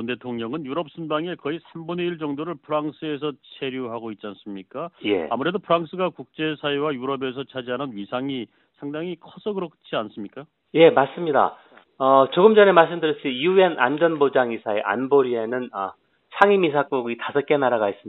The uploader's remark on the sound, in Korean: 대구 MBC 여론현장 전화연결.